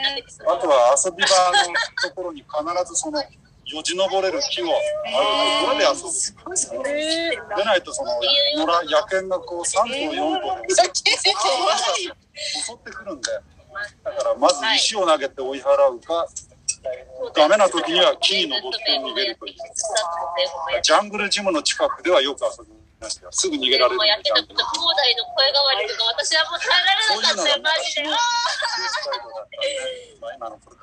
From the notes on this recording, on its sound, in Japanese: 大人も楽しいどんぐりの森 森のワールドカフェの様子を録音させていただきました！ 千葉県四街道市。